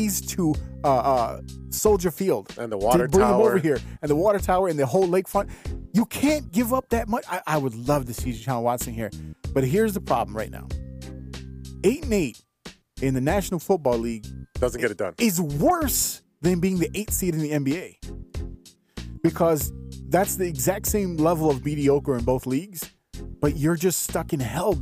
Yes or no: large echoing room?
no